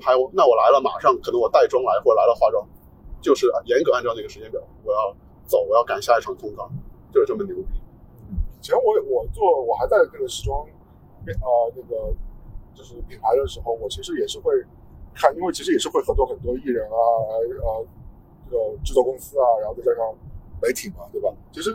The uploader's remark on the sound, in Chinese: 本期为户外录音，音质不佳敬请谅解。